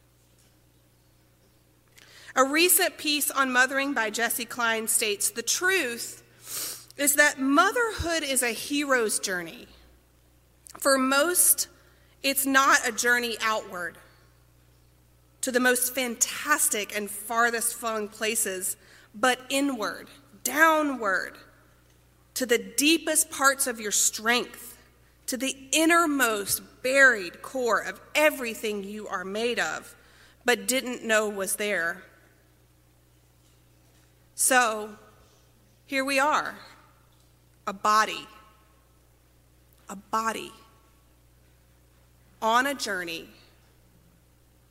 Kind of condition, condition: setting, large echoing room